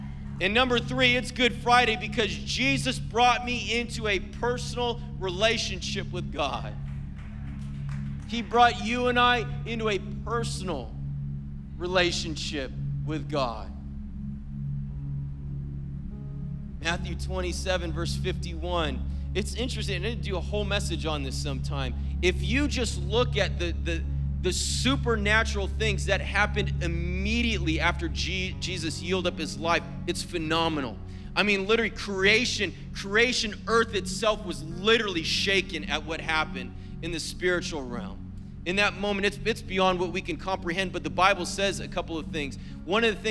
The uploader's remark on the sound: was preached on April 15th at the 7PM service